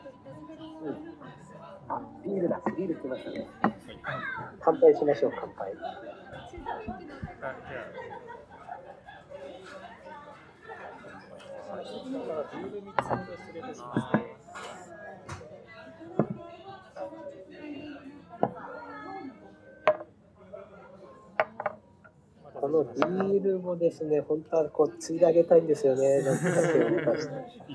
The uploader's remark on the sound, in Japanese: In 分身ロボットカフェDAWN ver.β。分身ロボットOriHimeによる接客は非常に未来感があって面白かったのですが、音声を録音してpodcastにすると、障害の存在を感じないのも面白い発見でした。